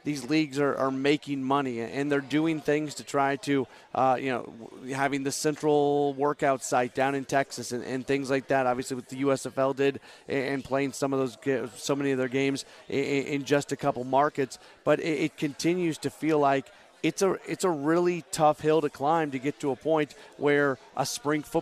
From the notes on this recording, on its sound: Live from Humphrey’s in Midtown following the Billikens Basketball Coaches Show.